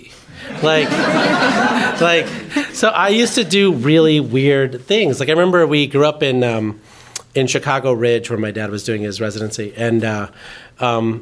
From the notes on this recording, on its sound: The live podcast series Watt It Takes. Watt It Takes is a live interview series produced by Powerhouse in partnership with GTM. The conversation was recorded live in Oakland, California.